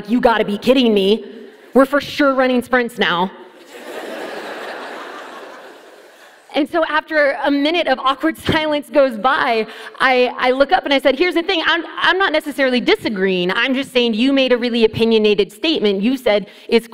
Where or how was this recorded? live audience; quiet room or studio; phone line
live audience